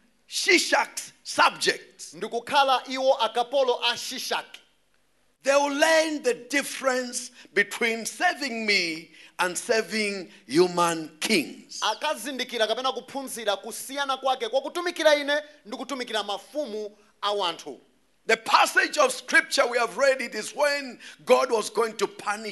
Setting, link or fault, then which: setting, large echoing room